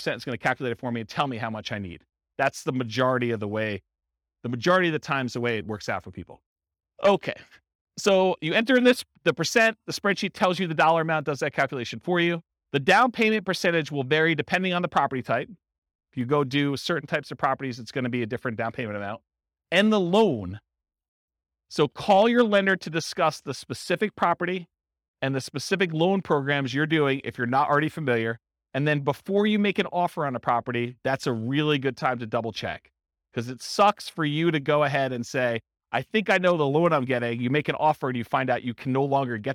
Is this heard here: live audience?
yes